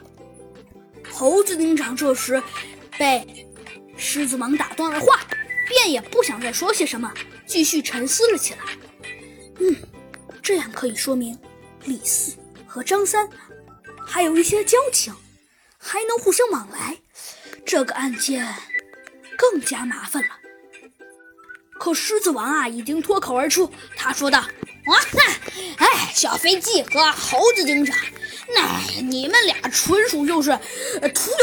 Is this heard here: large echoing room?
no